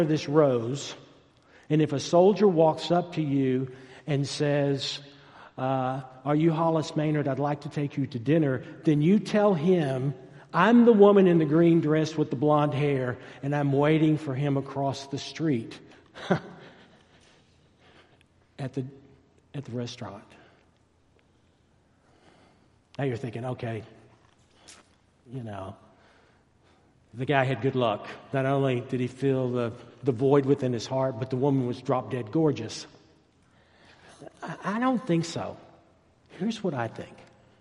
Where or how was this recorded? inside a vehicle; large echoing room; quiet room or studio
large echoing room